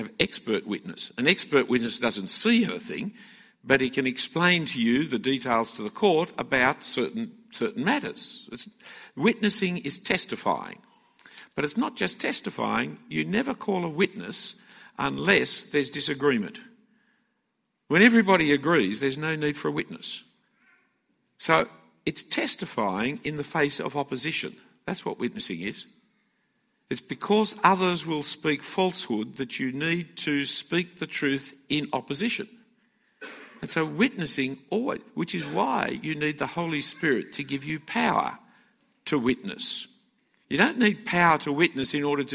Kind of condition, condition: setting, live audience